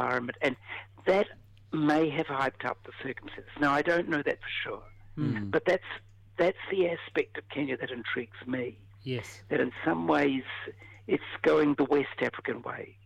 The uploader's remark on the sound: on a rather dodgy telephone line